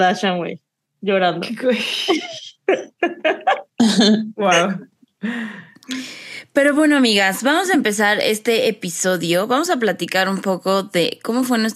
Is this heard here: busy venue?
no